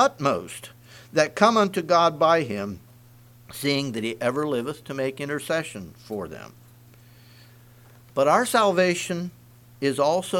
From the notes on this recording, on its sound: Message preached at Word Of Hope